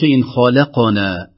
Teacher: اللام المرققة واقعة بين خاء مفخمة وبين قاف، لو ما انتبهنا سنقول خلقنا خلق لا خلقنا، إذن تفخيم خاء ترقيق اللام ثم نرجع إلى تفخيم القاف.